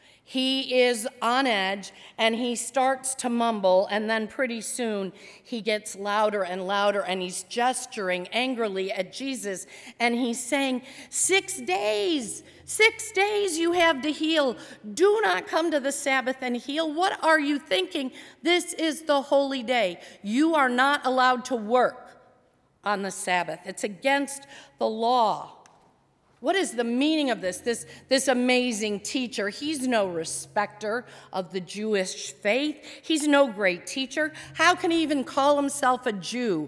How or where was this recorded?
large echoing room